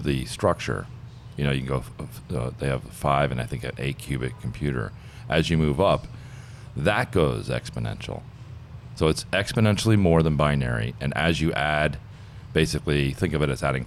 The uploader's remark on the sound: Live from San Francisco at the IBM Think 2019 conference